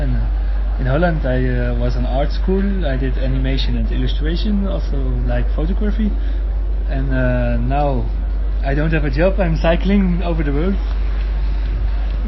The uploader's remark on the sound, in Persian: پادکست سومین جشنواره بینالمللی کامکس. رادیو آهنگ سفر در طول این نمایشگاه حضور فعالی داشت و در طی این نمایشگاه پادکستهایی را ضبط کرد.